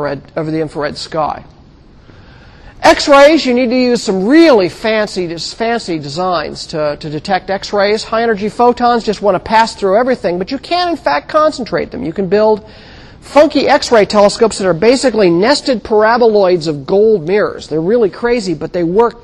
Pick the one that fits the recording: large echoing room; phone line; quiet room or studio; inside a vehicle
large echoing room